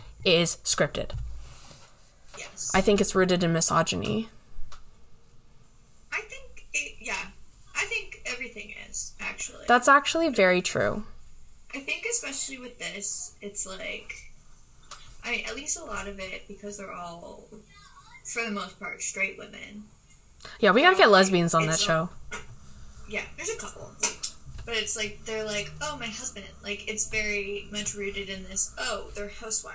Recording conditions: poor sound quality